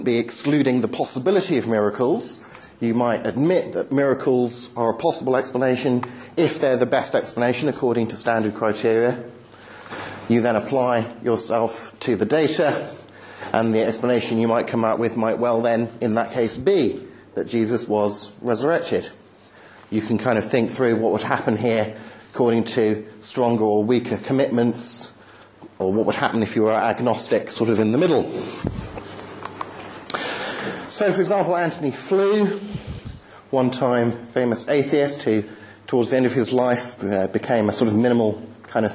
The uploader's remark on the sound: End of term talk at the 2010 'Reasonable Faith' course, Highfield Church, Southampton.